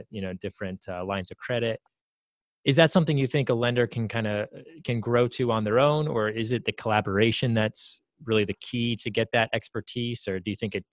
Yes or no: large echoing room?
no